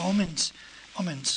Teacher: en Cataluña Oriental y en Barcelona, en la Barcelona de nuestros abuelos, se decía homens, homens, con la N mantenida